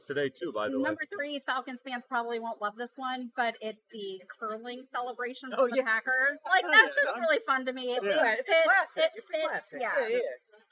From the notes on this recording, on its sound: LIVE from SweetWater Brewing Atlanta. LIVE from SweetWater Brewing Company in Atlanta!